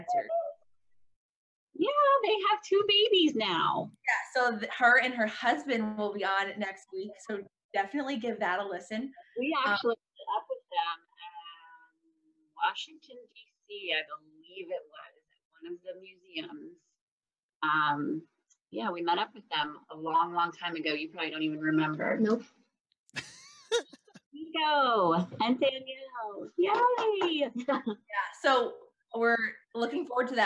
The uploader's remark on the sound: There were some audio issues caused by my most recent move